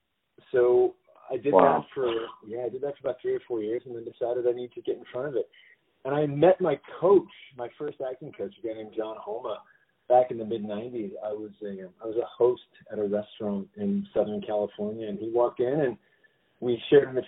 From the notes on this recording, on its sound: On the phone